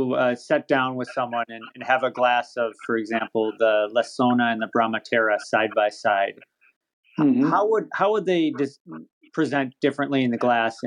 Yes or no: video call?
yes